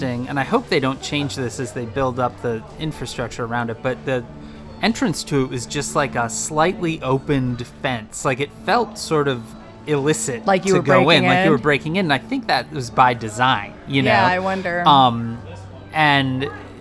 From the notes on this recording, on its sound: Live from Wall Drug. In the back yard of Wall Drug. They wind up back at Wall Drug, where they decided to record today’s episode.